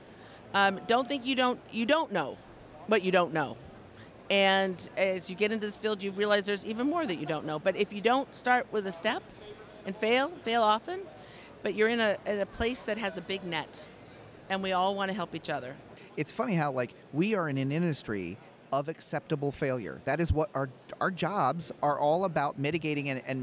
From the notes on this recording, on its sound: This is another episode that was recorded LIVE of the show floor of #IMSH2023.